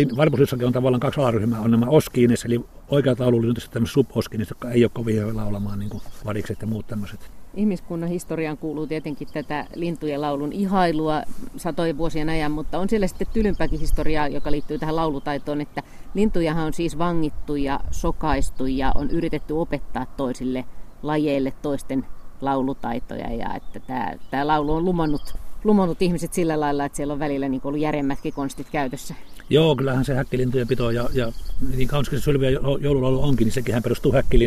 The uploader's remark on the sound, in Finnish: kävi Liminganlahdella jututtamassa